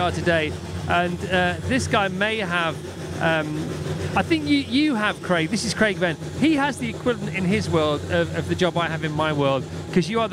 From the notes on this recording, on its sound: Live from the Goodwood Estate at 'Goodwood Revival 2022' chatting to a bunch of incredible guests. Virgin Radio UK.